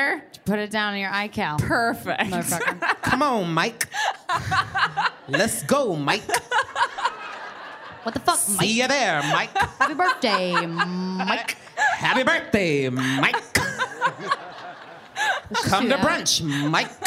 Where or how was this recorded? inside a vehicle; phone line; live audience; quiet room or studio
live audience